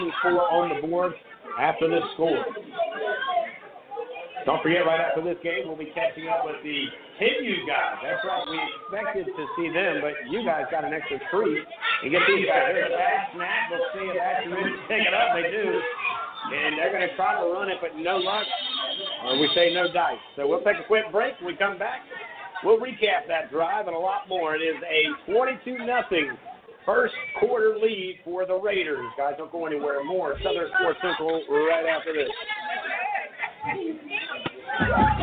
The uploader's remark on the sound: coming to you live from North Charleston at the Danny Jones facility